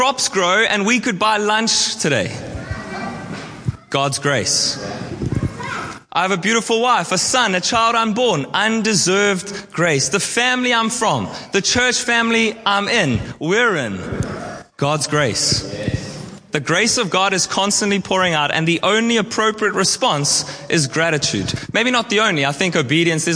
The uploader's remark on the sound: at our All In Service on 29/10/23